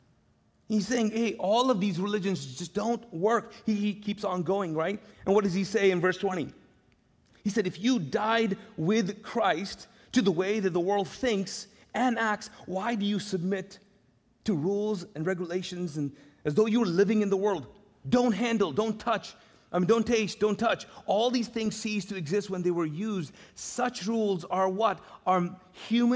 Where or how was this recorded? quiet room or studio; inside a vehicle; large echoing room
large echoing room